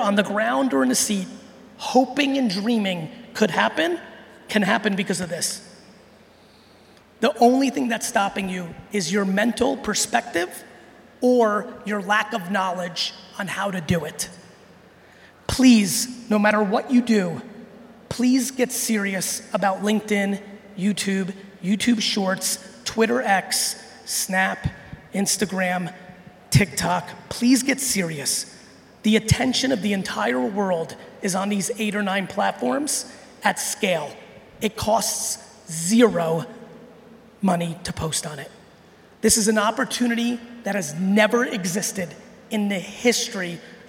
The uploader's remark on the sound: I'm sharing a keynote I gave recently in Brazil